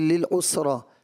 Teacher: ماشاء اللہ ان کی ادائیگی، لب و لہجہ تو قراءت والا ترتیب والا بڑا اچھا انداز ہے ماشاء اللہ، لیکن وہی تین جگہ پر جو سین آئے ہیں حرف صفیر یا سیٹی والے حرف، جیسے بالحسنہ فسن یسیرہ کا سین، پھر للعسرا، تینوں سین میں حرف صفیر ہے، اس میں کچھ کمزوری واقع محسوس ہوئی۔